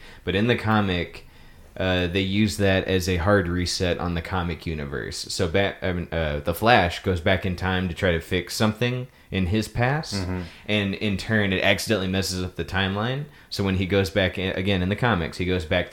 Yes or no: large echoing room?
no